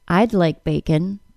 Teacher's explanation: That D sound is so hard to hear because it isn't fully released before the L sound of the word like. Instead, the two sounds blend a little bit. · Term: lateral aspiration